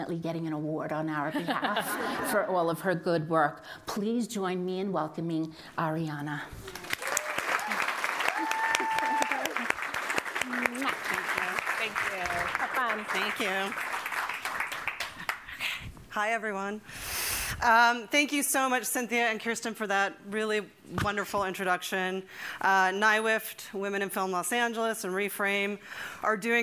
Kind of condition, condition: setting, live audience